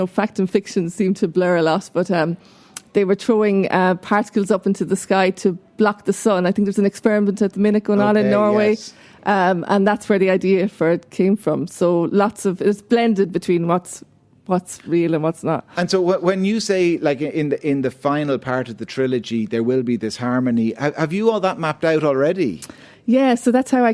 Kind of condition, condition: setting, busy venue